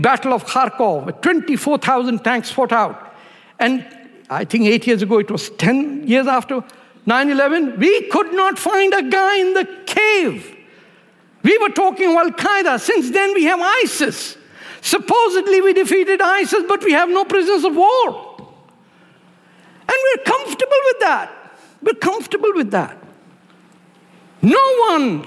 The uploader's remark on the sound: at ideacity 20th anniversary conference